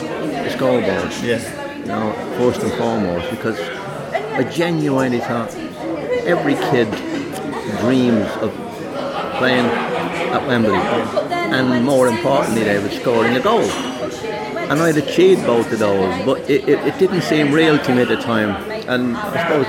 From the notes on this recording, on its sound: Across two tuesdays in Trentham. A busy cafe is a busy cafe, and a small audio budget is a small audio budget - so sorry if the background gets too distracting at times.